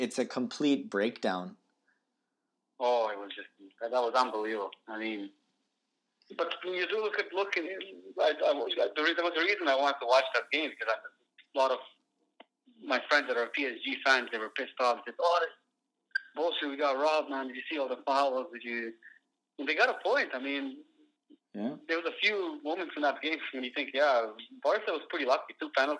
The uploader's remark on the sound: Over the phone this week while practicing social distancing and self-isolation due to coronavirus.